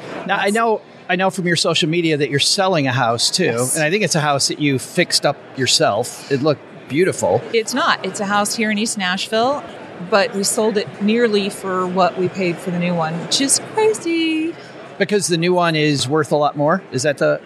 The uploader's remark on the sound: Live from PM21. Our amazing panel, live from Podcast Movement in Nashville!